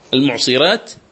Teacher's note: الراء مرققة عند ورش، لماذا؟ لأنها سبقت بحرف ساكن أو سبقت بكسر، عفوا لأنها سبقت بكسر.